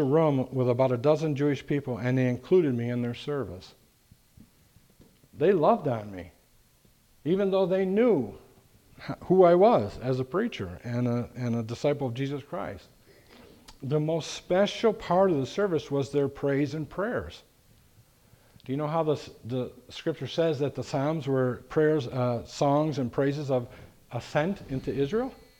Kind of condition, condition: setting, large echoing room